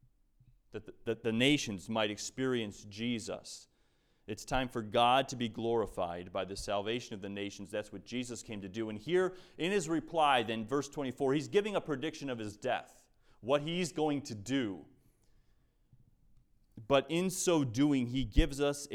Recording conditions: large echoing room